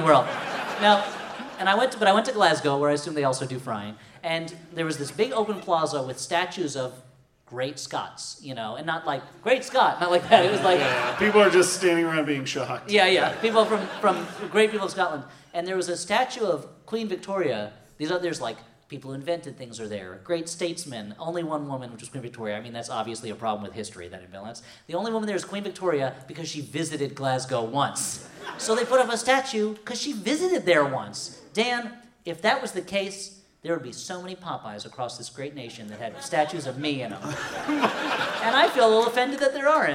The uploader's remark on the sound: Holmes & Watson, LIVE! This live show, taped last year in Portland, Oregon.